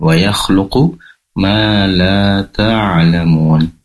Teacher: ainnya lebih dalam, tenggorokan bagian tengah